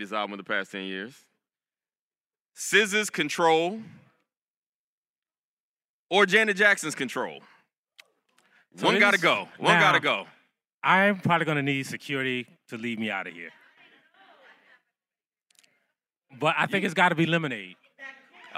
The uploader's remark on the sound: In front of a live audience at the National Association of Black Journalists Conference and Career Fair in Birmingham, Alabama.